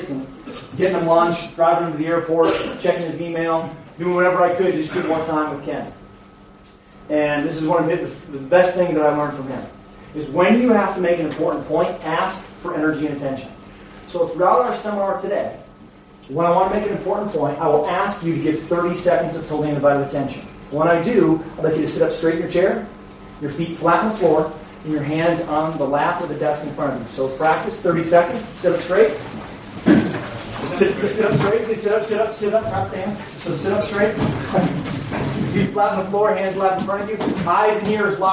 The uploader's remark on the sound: A live coaches educational clinic at The European Baseball Coaches Association Clinic. Prague Clinic. More than 100 coaches from all over the world.